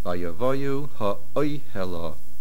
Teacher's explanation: The main accent is on the Aleph. The word is Oihel and it remains there.